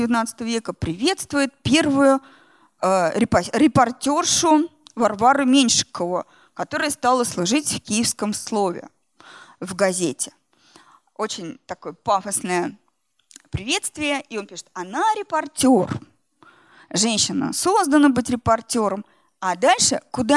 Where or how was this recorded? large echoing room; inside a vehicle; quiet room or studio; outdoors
large echoing room